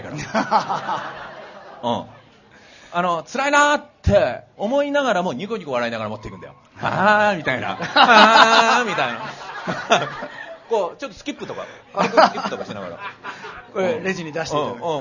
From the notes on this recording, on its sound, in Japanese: 公開収録イベント。TSUTAYA TOKYO ROPPONGIにて開催しました。